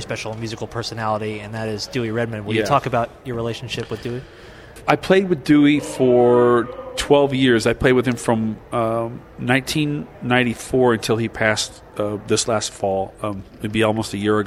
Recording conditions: busy venue